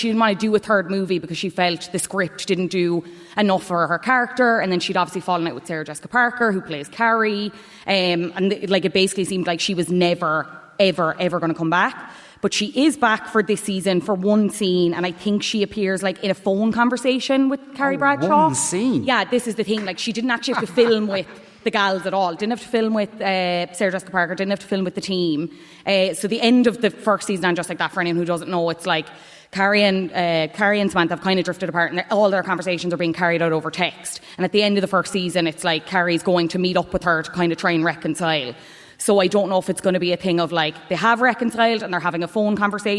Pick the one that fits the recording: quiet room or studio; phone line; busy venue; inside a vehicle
busy venue